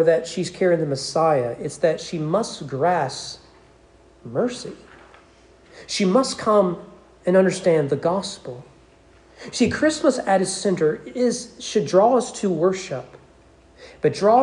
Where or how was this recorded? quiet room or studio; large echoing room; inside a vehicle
large echoing room